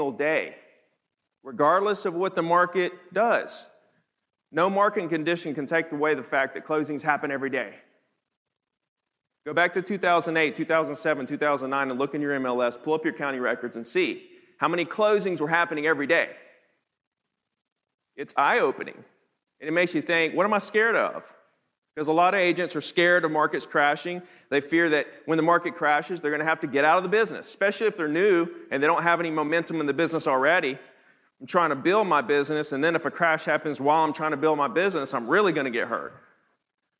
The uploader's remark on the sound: teaches the audience at the HyperFast Sales Summit